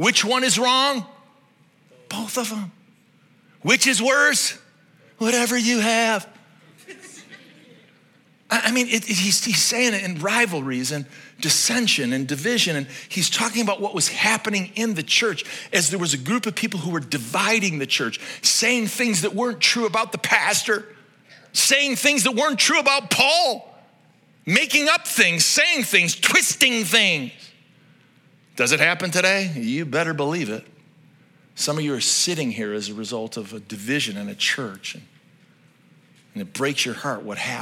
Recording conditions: large echoing room